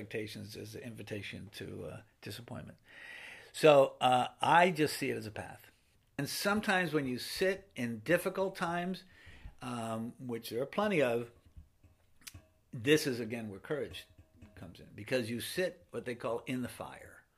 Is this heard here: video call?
no